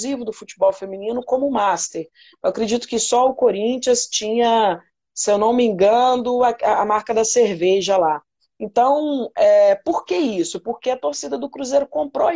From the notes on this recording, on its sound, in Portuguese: Rolou uma live no meu instagram